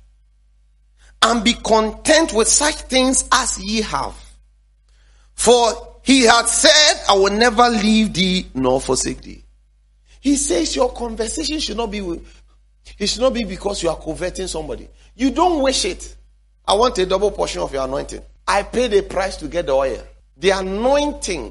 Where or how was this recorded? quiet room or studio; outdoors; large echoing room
large echoing room